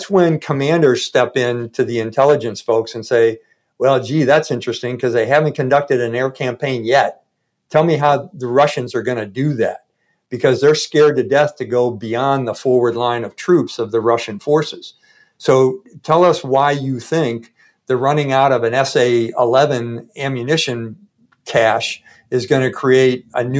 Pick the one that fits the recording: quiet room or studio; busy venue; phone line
quiet room or studio